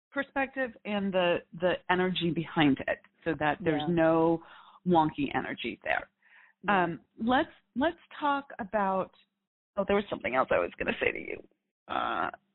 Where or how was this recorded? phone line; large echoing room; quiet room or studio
phone line